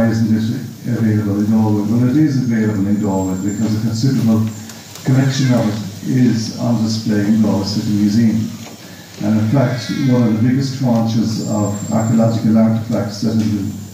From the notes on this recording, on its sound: This recording was grabbed at the 13th Annual Galway City Heritage Conference 2023.